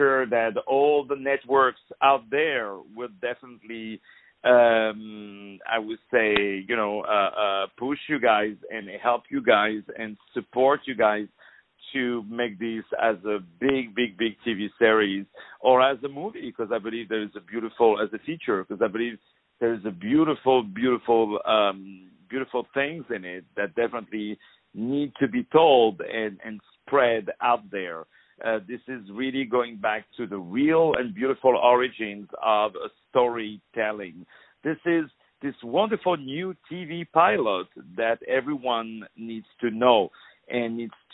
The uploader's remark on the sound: On the phone